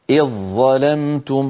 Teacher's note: تعالى مثلا إذ ظلمتم، إذ أصلها إذ بالذال ظلمتم ظاء، لكننا عند وصل كلمة إذ بكلمة ظلمتم نحول الذال إلى ظاء ويصير النطق بظاء مشددة، هكذا إذ ظاء إذ ظلمتم، فإن وقفنا نقول إذ، تعود